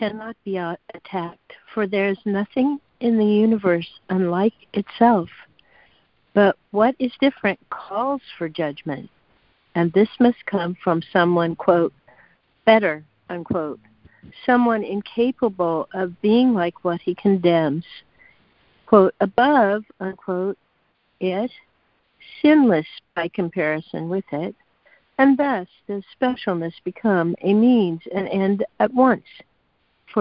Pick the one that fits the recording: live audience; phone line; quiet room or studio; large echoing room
phone line